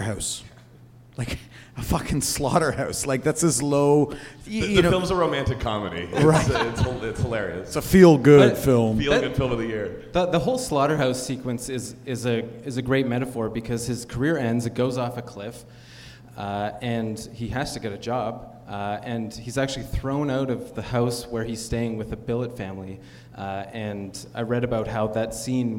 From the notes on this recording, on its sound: Hit the stage for their first live Puck Talks podcast. Puck Talk Live.